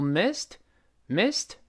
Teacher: 这搭配记录，本文中就是这意思，再回到文中，so，然后是发现你什么情况呢？You missed the parent teacher conference this evening 你错过了今天晚上的家长会，错过了这个有，有，读得比较轻，missed，这个 miss，声音是往上扬的，因为这个错过，这显然是这句话中的一个非常核心的信息。那重读的同时，音调也得往上调，音调也高一些，往上扬，有 missed，missed。这个 miss 是多义词，在这里表示没能够参加错过了某个会议啊、活动等等。咱们看注释，把这词大声读一遍。Miss。Miss。哎，中间这个字母按时发报数的，哎，二三，那个，哎，Miss，所以不要读成 miss，那什么意思呢？If you miss something, such as a meeting or an activity